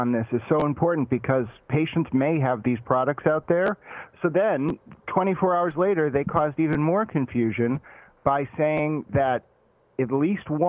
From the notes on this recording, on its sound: Guest call. Take calls.